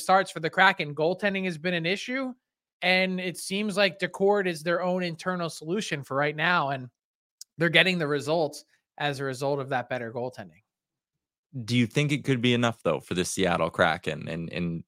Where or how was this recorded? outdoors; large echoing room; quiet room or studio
quiet room or studio